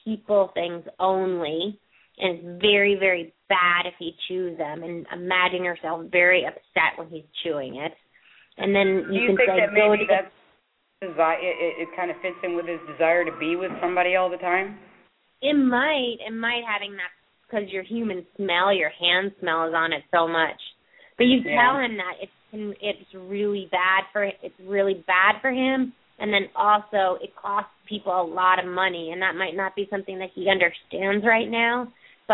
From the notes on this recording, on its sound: open up the lines for listeners to call